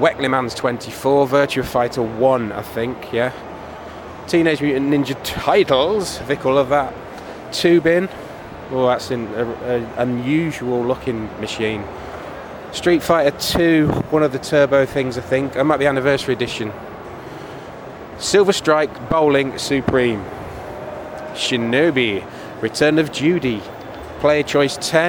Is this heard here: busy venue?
yes